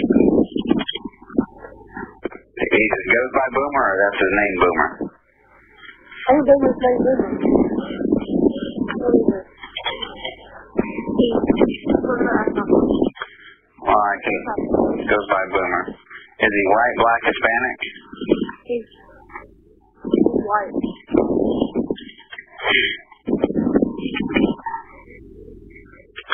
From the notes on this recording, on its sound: A recording of the 911 call reporting a disturbance and at least one shot fired before deputies were dispatched to Oak Grove Church Road near Liberty late May 2.